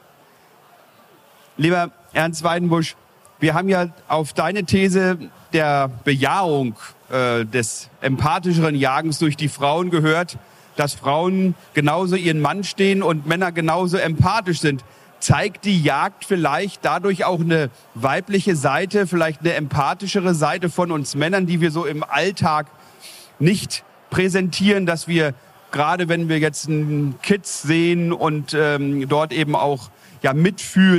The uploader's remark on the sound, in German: Die Tonqualität ist einer Besuchermesse entsprechend und nicht mit den Studio-Folgen vergleichbar.